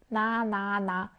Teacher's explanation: 혀끝이 윗잇몸에 닿는 글자는 니은이죠